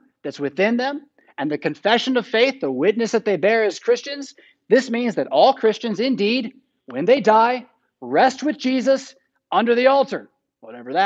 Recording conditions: large echoing room